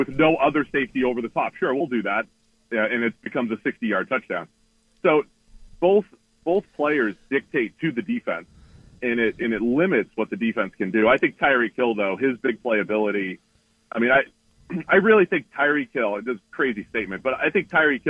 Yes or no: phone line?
yes